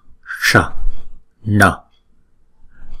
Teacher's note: Chữ S này chúng ta cong lưỡi lại, chữ N này cũng vậy, cong lưỡi lại và búng ra